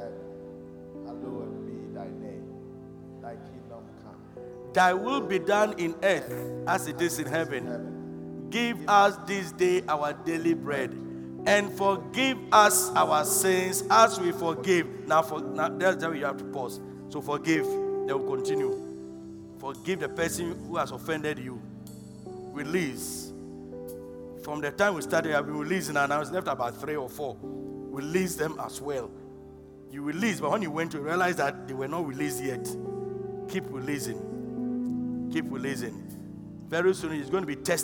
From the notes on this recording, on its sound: Preached at the Loyalty House International, Abbey-Dawenya